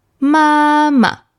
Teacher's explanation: It's also called the neutral tone. It's pronounced very lightly and gently.